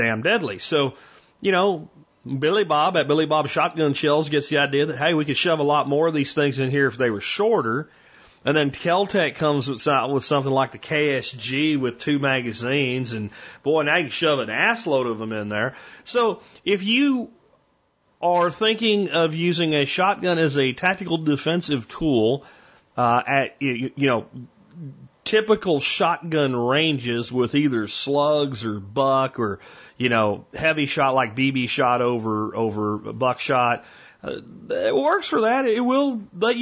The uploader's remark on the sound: Listener Calls. Today on The Survival Podcast I take your phone calls.